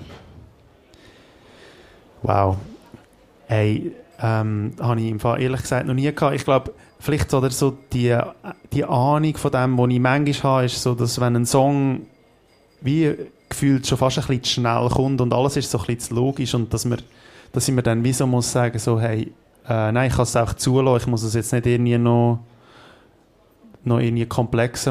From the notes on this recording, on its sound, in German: Live vor Publikum im Sender aufgenommen, dem Club von GDS.FM.